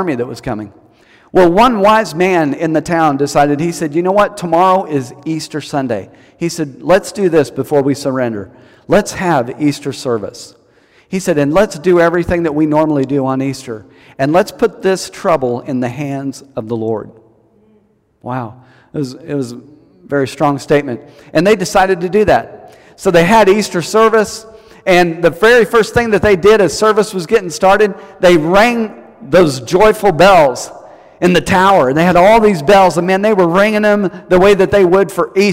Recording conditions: large echoing room